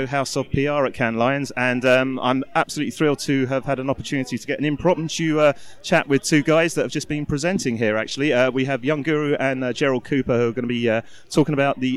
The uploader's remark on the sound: The second of our series of shows being produced at Cannes Lions International Festival of Creativity 2017